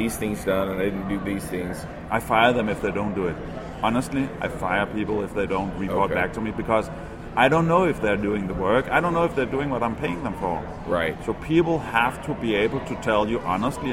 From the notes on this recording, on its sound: Live from MicroConf. At MicroConf 2016.